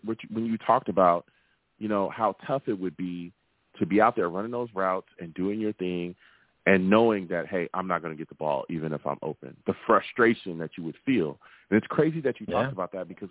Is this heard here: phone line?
yes